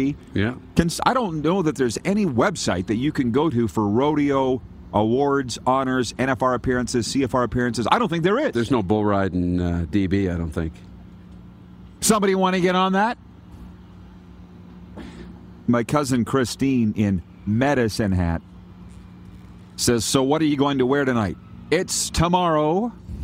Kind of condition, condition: setting, busy venue